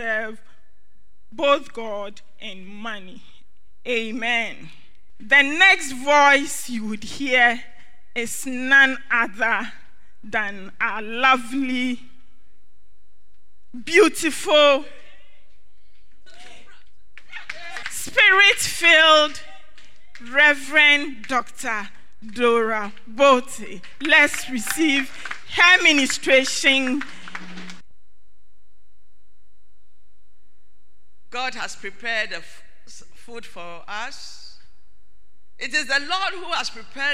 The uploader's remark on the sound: Sermon preached at CBC Shiashie Campus